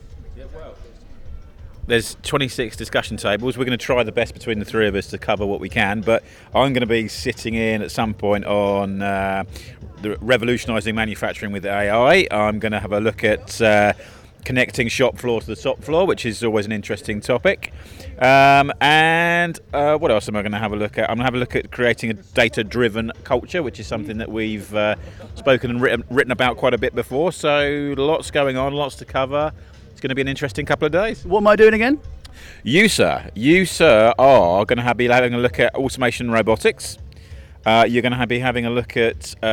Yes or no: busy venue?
yes